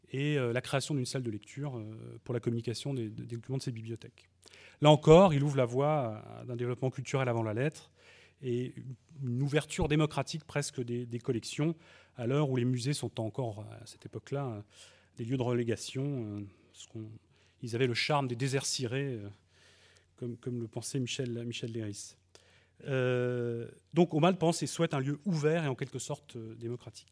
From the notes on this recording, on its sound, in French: enregistrée le 5 octobre 2012 dans le cadre du colloque « Le cheval et ses patrimoines.